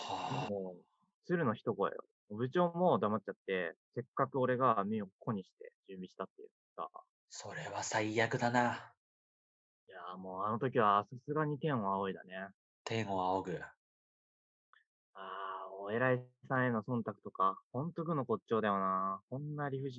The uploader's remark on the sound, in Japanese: 手作り感満載で音質悪かったり声小さかったりしてますが